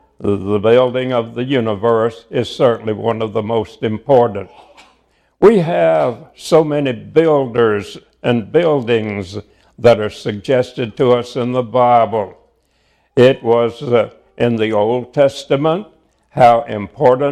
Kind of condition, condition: setting, live audience